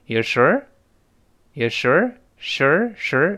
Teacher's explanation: 语调往上一升，就变成疑问句了